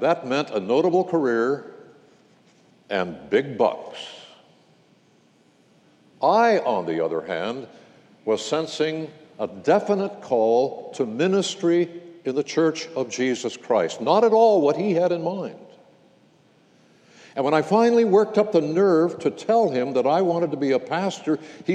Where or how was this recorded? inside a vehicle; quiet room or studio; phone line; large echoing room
large echoing room